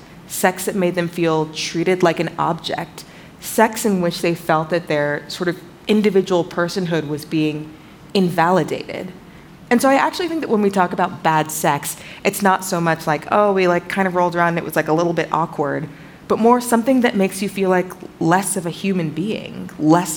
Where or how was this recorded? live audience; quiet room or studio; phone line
live audience